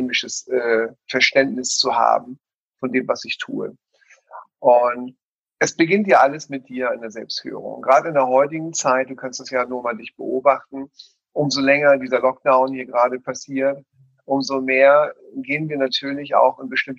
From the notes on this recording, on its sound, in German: In dem Interview, was wir aufgrund der aktuellen Situation über zoom gemacht haben.